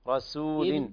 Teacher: رقق سين لأنها مع تفخيم الراء ممكن تحول إلى صاد